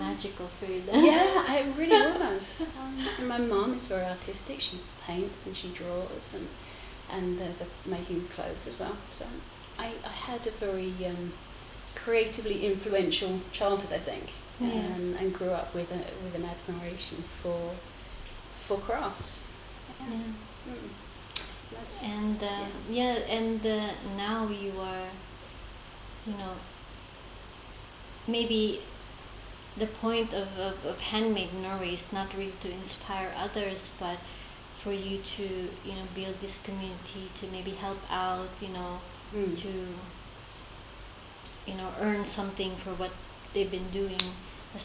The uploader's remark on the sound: The quality of the audio will need more of the listener's patience since you will be able to hear the static sound from our mic. I left my other camera and the splitter cable at home.